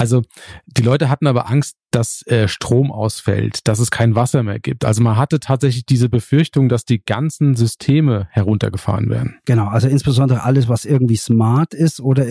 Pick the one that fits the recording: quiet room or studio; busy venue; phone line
quiet room or studio